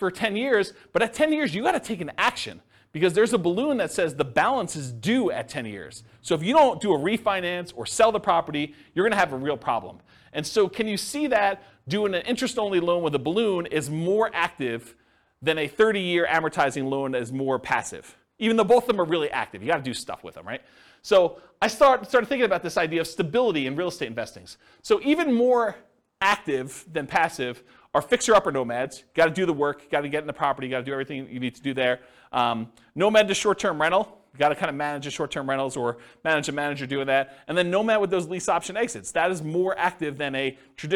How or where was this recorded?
live audience